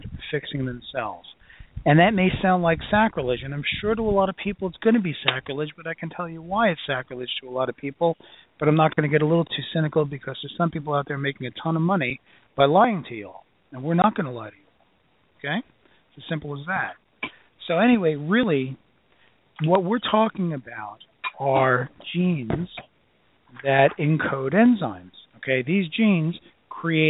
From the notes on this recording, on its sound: opens up the phone lines for a pure question and answer podcast